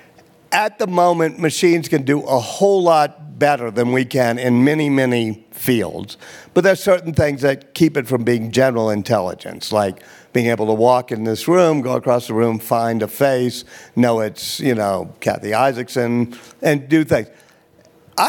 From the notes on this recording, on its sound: on stage at the Aspen Ideas Festival